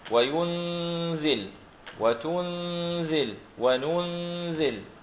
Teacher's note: لما خففوا الزاي أو خفف الزاي فبالتالي سوف تكون عندهم النون قبلها إيش ساكنة وسوف يكون حكم الإخفاء · Term: بتخفيف هذه الزاي